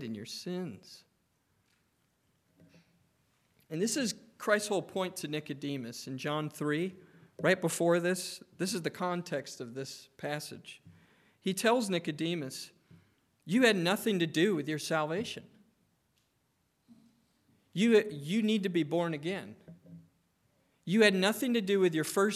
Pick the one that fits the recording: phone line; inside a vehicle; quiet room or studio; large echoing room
large echoing room